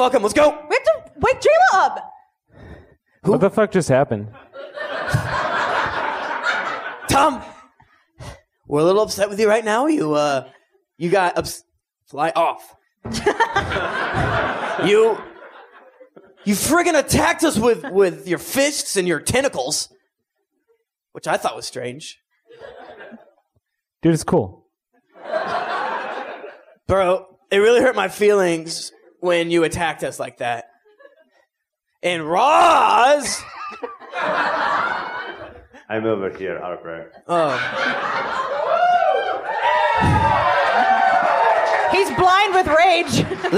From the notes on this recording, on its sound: Live Show 2015. Record this episode live in front of a studio audience. We put on a visual show so that the audience had something to look.